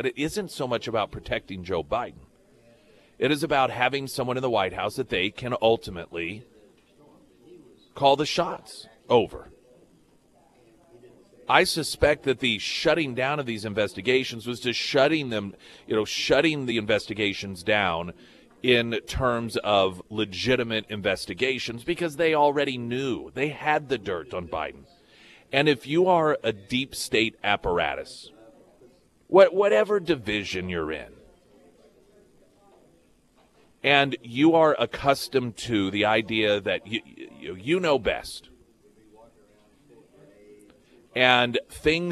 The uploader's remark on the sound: live at Scramblers Diner for the Friday Road Show